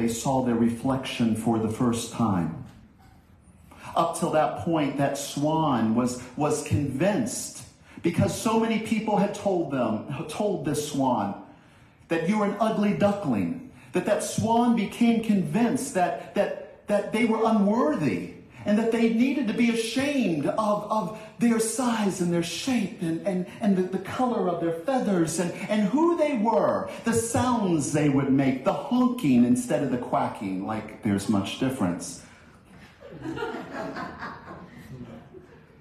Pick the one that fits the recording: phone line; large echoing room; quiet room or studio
large echoing room